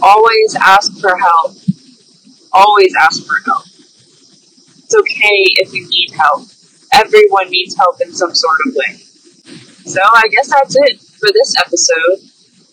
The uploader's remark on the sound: Although this episode is not high-quality audio, it is more authentic as if you're on the phone with her.